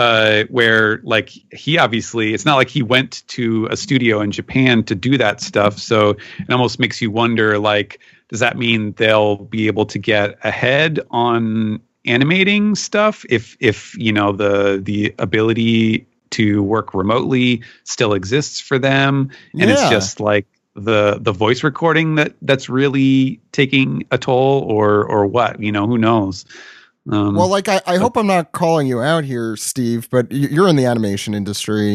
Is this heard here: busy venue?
no